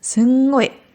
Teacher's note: Ein sehr bekanntes Wort ist, also grundsätzlich in der japanischen Sprache ist sugoi oder sungoi. Also wenn man es besonders betonen möchte, sagt man nicht sugoi, sondern sungoi.